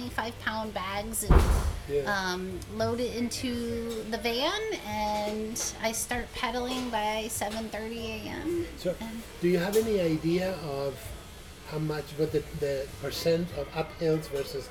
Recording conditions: background noise